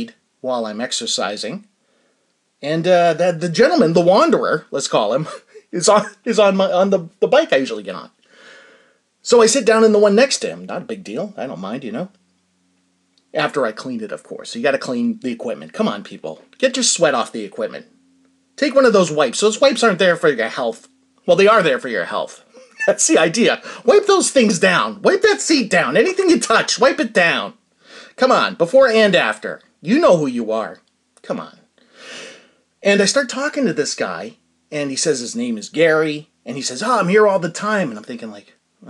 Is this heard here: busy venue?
no